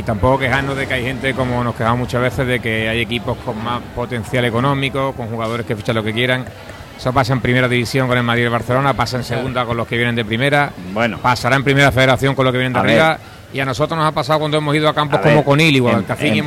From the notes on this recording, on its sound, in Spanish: emitido en directo desde La Pxta Calle de Plaza Andalucía